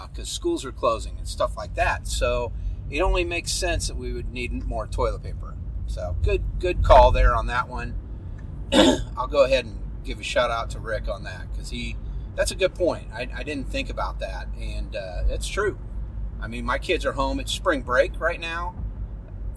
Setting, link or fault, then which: setting, inside a vehicle